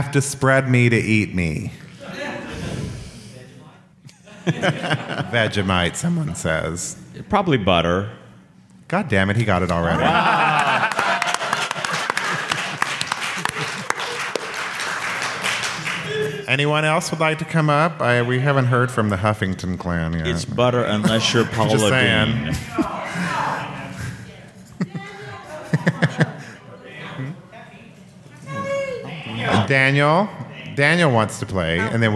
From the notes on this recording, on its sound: This week’s episode was recorded live in front of a studio audience in Las Vegas at Pride48.